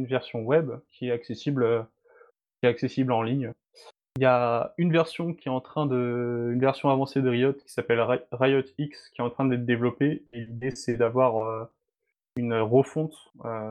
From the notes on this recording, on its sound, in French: Émission enregistrée le 14 mai 2020 sur Mumble, dans le salon La voix est libre du serveur de Picasoft.